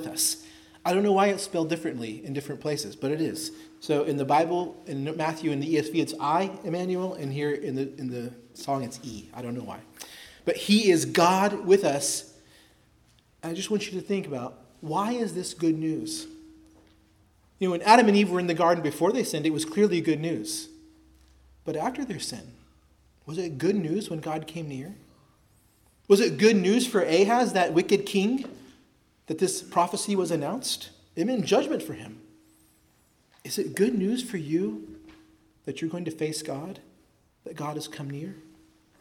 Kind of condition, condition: setting, large echoing room